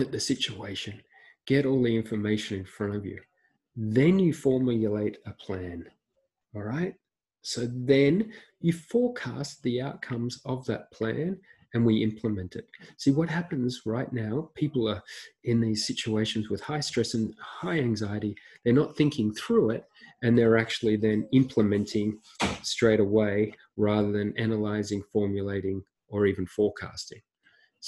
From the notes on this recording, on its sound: This is the audio from a recent webinar